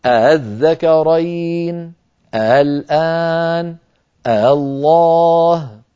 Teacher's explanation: نطقوها مسهلة بين الهمزة المحققة وبين الألف